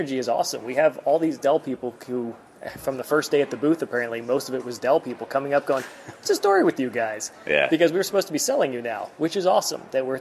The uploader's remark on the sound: Live to Tape from DellEMCWorld